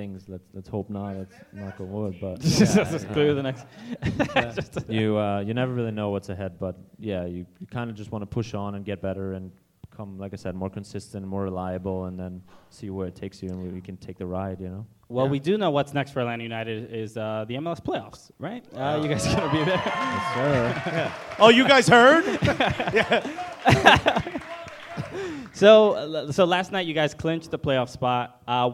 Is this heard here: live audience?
yes